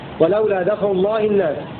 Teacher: بفتح الدال وإسكان الفاء وبدون ألف